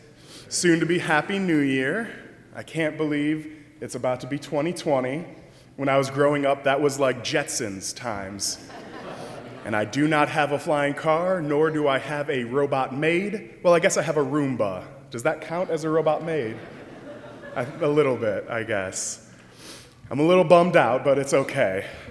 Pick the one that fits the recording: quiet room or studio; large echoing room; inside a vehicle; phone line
large echoing room